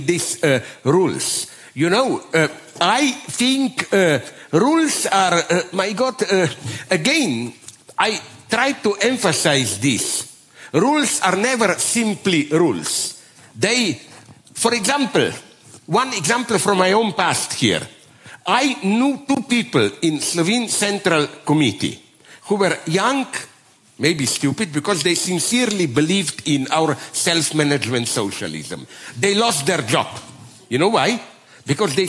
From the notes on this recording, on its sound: Delivered the largest Slovenian annual foreign policy event, the Bled Strategic Forum (BSF). In a special “Night owl session”.